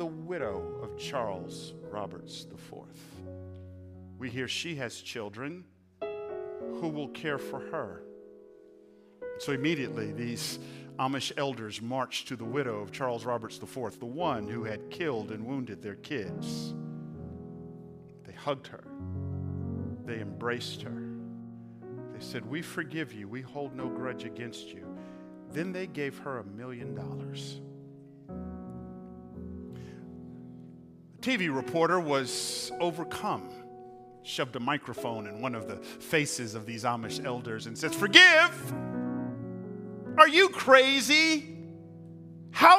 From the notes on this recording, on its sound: Recorded on 4/2/23 at Hope Church in Las Vegas.